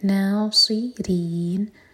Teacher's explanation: نا مد طبعی اس کے بعد صاد سین نہیں، زبان کی ٹپ سے نہیں پڑھیں گے، منہ بھر کر. ناصرین را باریک اور نون کو ساکن کریں گے تو یہ ہے مد عارض لسکون، تو چار حرکت لمبا کھینچیں گے، ان میں نون پر قلقلہ نہ ہو.